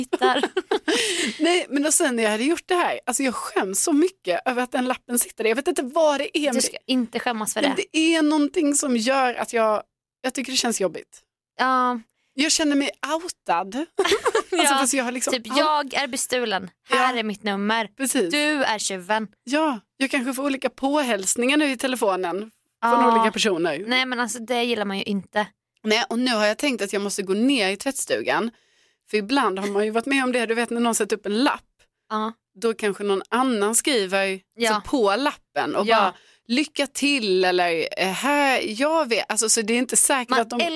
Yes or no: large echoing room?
no